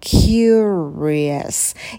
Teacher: На «к» добавляем придыхание. Curious. И в конце у нас еще дифтонг «е».